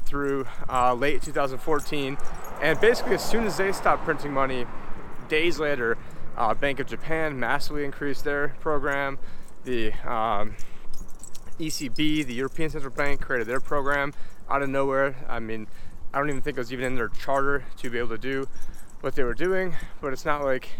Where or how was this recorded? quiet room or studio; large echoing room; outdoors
outdoors